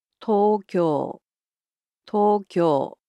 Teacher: So it's similar to English, except the O sounds in it are a bit longer.